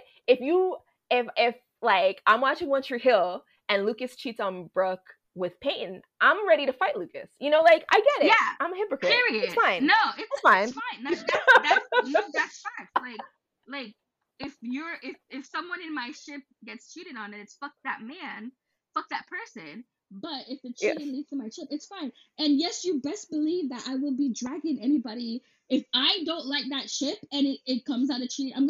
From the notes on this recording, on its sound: We apologize for the mic issues but that could not be helped this time.